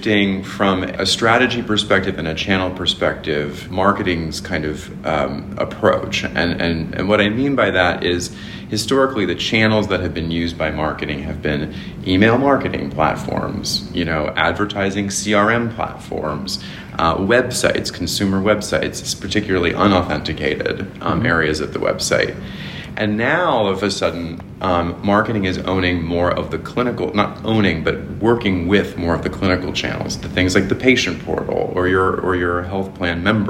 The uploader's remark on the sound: Live from HMPS23 in Austin, TX.